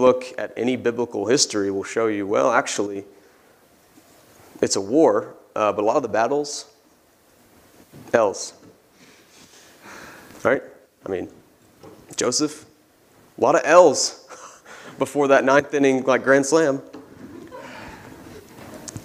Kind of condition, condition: setting, large echoing room